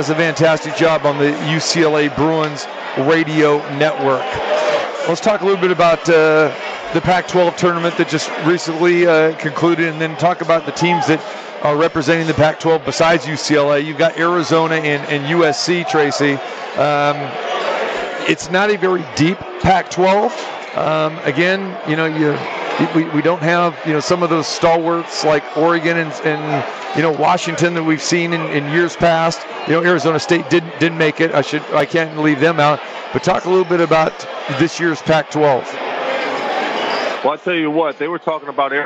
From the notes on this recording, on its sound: Live from the Superbook at The Westgate Las Vegas